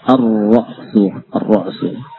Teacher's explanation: Mana yang paling mudah di lidah? Ar-ra'su, tanpa membaca lam, ya, langsung ke ra'